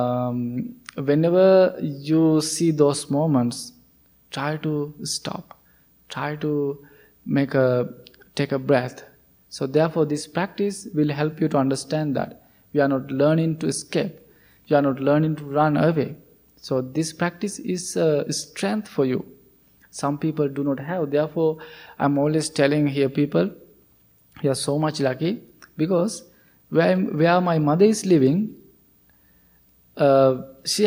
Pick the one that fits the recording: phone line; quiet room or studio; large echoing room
large echoing room